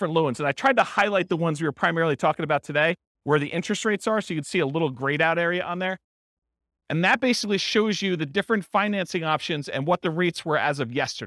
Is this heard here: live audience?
yes